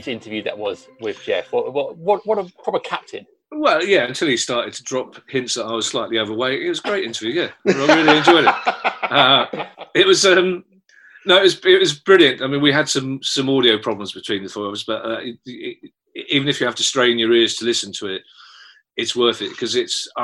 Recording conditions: video call